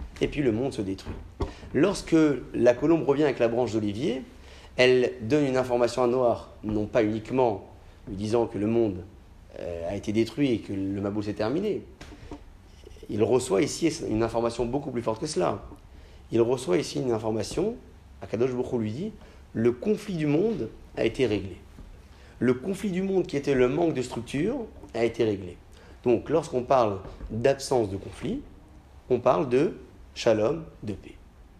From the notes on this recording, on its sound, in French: Conférence pour les femmes, donnée à Alfortville.